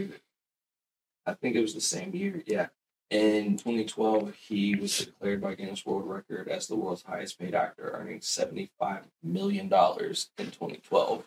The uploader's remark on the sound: Sorry for the audio issues! Still dialing in settings.